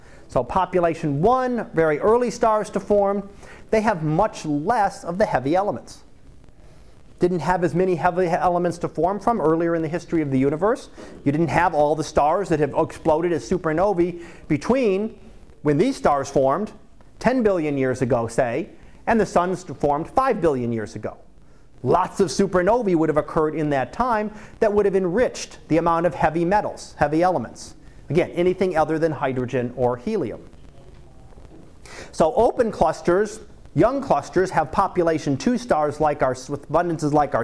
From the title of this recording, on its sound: Live Class Lecture